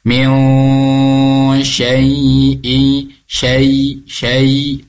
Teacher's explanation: Didengungkan tiga harokat. Ingat, kalau bunyi dengung itu beradanya di hidung. · Term: ikhfa ausat